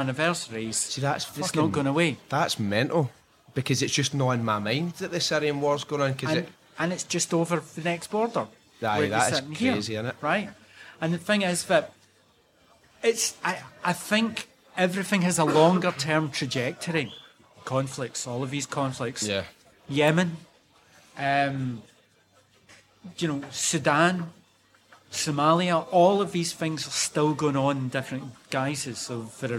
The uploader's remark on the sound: Recorded in a cafe in the heart of Istanbul.